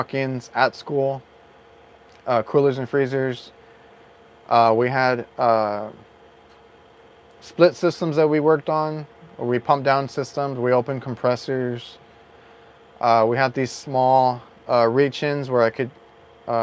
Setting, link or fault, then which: setting, inside a vehicle